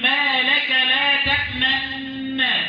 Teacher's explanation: ده إضغام كبير بتقرأها من واحدة مشددة مضمومة، عفوا مشددة مفتوحة، وتشير للضم فقط · Term: الإضغام مع الإشمام